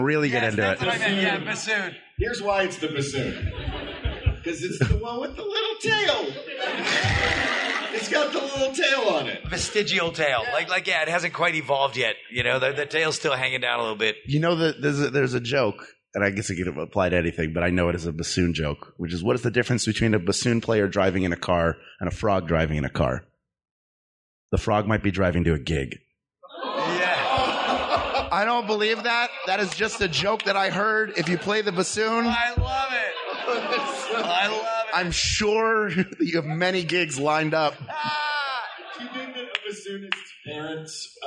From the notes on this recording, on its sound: Recorded live at Dragon Con 2018.